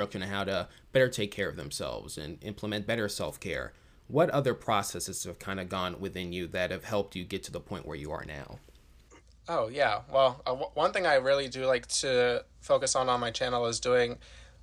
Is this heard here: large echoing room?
no